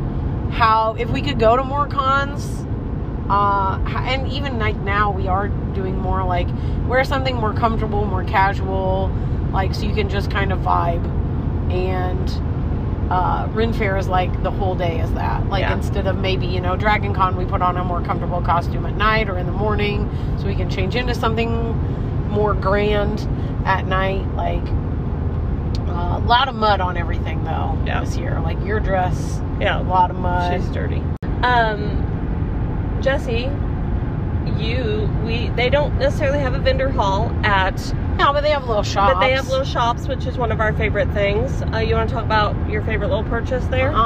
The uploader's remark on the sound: on a road trip home from The Saint Louis Renaissance Festival